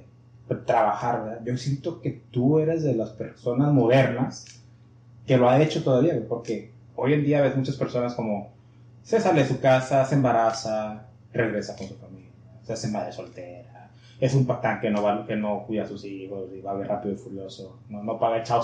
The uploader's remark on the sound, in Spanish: Tuvimos algunos problemas técnicos, es una historia divertida. Eso causó que el audio se grabara con el micrófono de la webcam en lugar de los micrófonos de la interfaz.